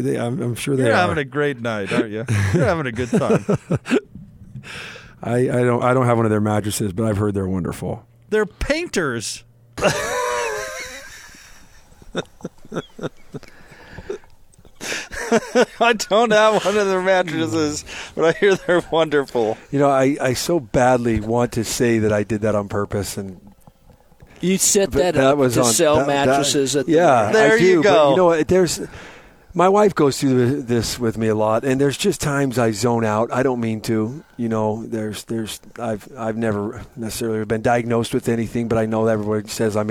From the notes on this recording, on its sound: LIVE at 'The Warehouse'